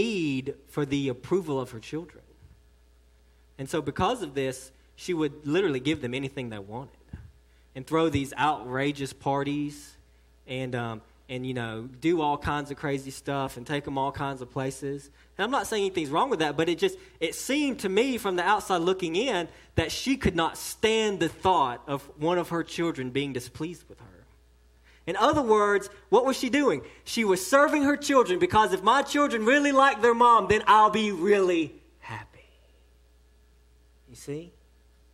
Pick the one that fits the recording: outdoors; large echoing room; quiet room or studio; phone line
large echoing room